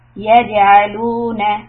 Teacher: You give a little qalqala, bouncing sound.